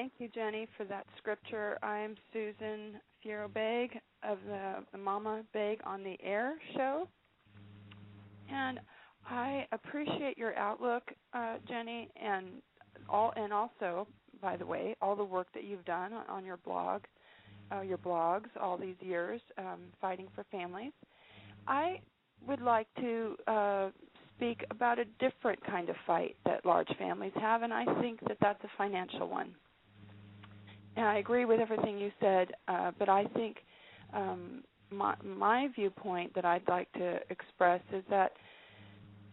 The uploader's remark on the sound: A special guest will call